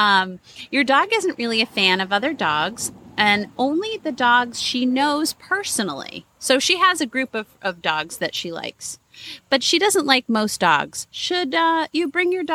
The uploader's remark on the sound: Today we recorded at the Dog Park!